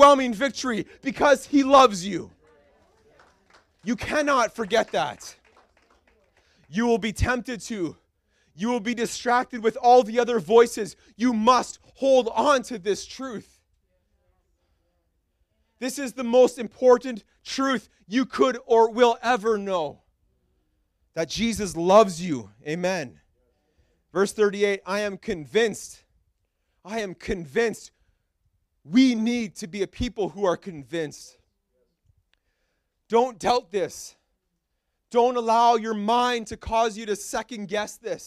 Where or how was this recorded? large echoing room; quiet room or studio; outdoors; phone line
large echoing room